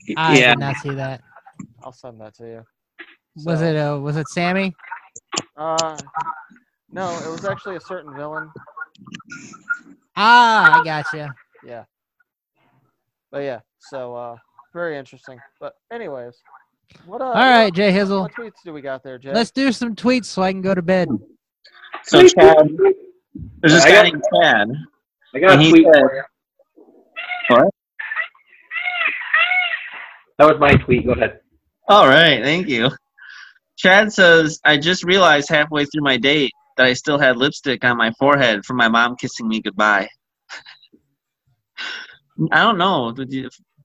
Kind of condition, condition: fault, drop-outs